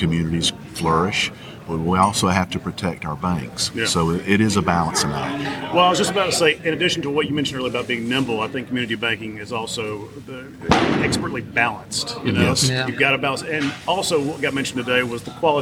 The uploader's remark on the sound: Recorded from the 2023 Community Bankers of Georgia Annual Conference and Trade Show